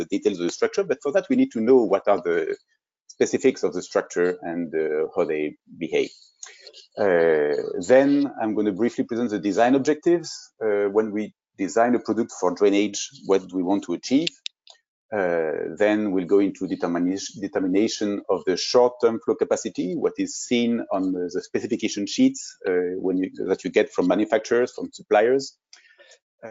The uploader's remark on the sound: This is an audio version of the FGI webinar.